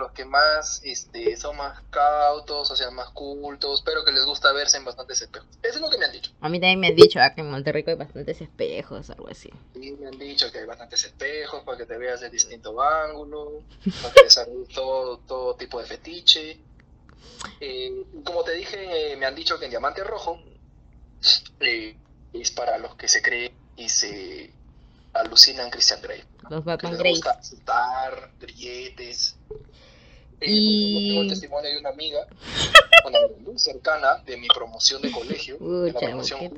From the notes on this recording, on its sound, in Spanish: Un podcast que no tiene el mejor audio.